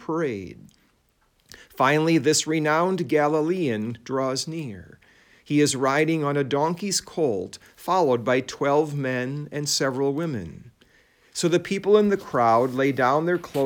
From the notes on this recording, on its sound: It was preached at Saint John Lutheran Church in Sycamore, Illinois